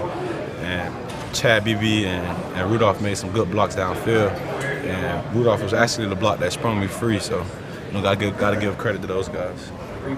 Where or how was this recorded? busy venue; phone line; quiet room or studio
busy venue